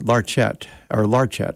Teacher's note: He put the accent on the first syllable.